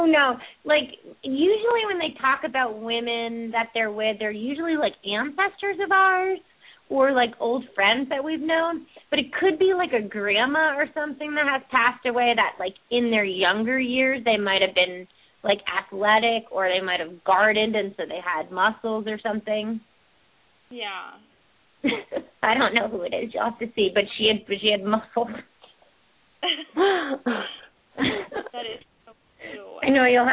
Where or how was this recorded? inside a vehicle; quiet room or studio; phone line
phone line